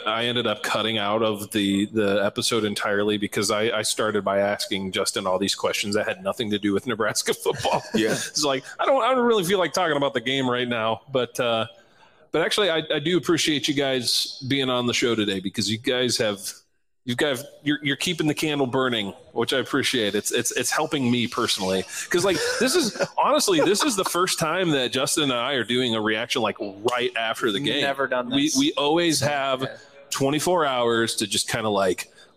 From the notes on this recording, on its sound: Live from the Hurrdat Sports Bar!